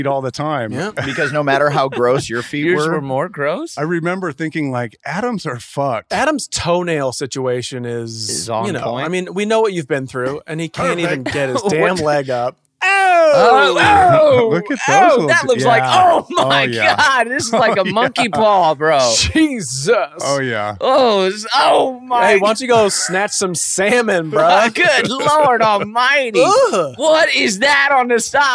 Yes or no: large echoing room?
no